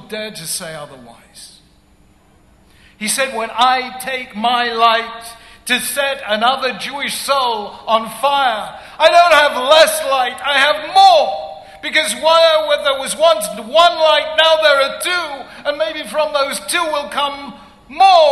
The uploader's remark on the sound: At the 2011 International Conference of Chabad Shluchim. Addressed the International Conference of Chabad Shluchim in New York.